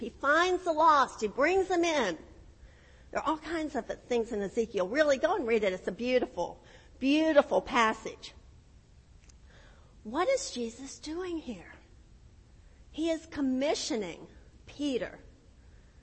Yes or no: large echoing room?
yes